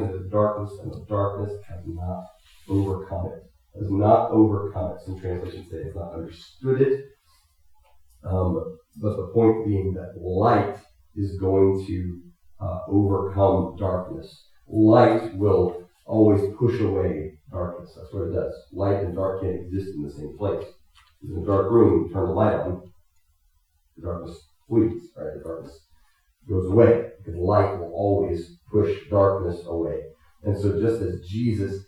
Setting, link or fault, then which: fault, poor sound quality